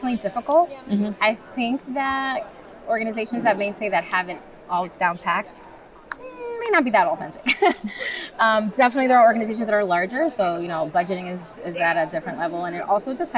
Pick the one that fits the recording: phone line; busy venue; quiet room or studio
busy venue